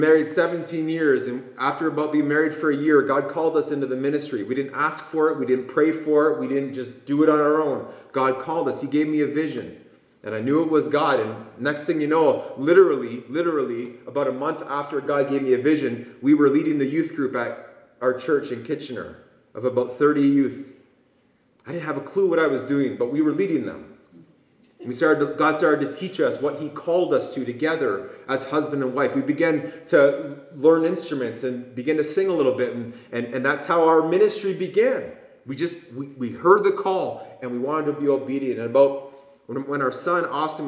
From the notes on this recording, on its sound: This message was preached at Promise Worship Centre International in Kitchener Ontario.